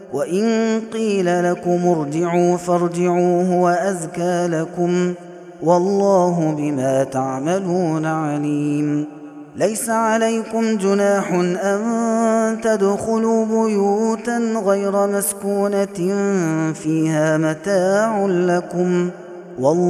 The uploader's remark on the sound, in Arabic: هذا التسجيل من صلاة التراويح.